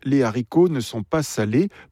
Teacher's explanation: prononcée à la Cajun avec la liaison